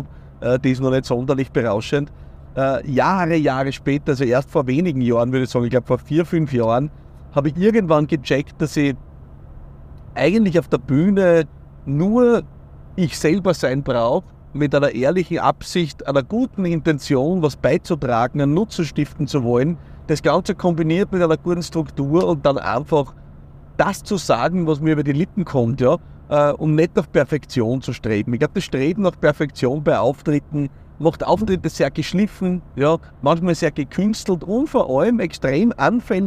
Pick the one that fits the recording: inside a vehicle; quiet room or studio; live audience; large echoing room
inside a vehicle